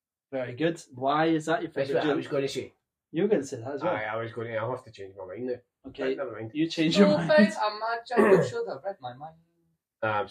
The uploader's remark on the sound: sorry about the Audio quality